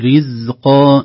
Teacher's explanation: حرف الزاي حرف مجهور بمعنى لا يجري الهواء في مخرجه، ليس مهموسا